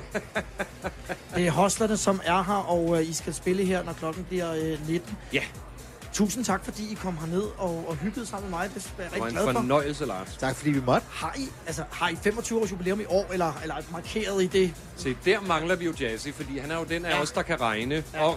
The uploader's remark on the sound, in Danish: Podcast fra en Smukfest special af Total90er sendt fra festival pladsen. På festivalen i Skanderborg.